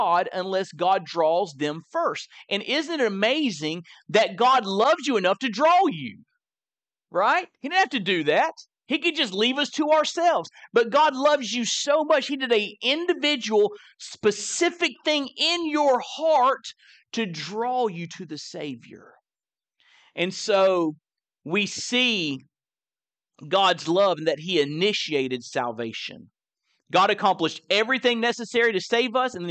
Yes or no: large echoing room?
yes